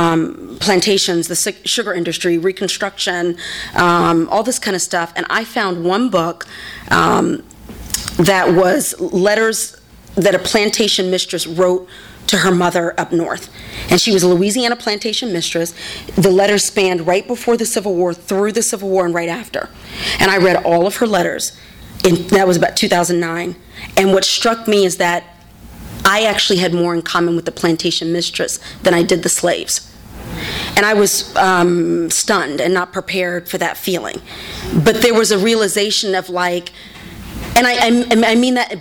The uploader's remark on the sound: THIS EVEN WAS RECORDED LIVE AT SKYLIGHT BOOKS SEPTEMBER 24, 2012.